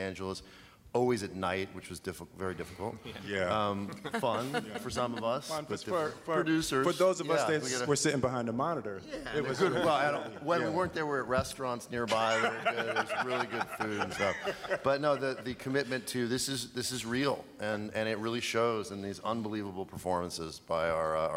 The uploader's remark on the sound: Press conference in Hall H at San Diego Comic-Con. An audio recording of the press conference.